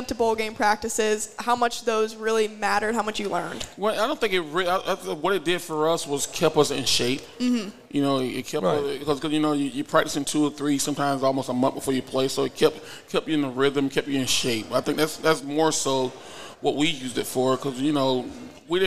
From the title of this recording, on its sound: The Run Live at Hurrdat Sports Bar & Grill